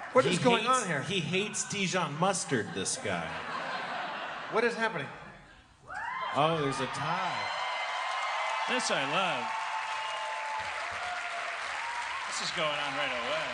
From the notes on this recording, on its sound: Live At JFL Toronto 2016.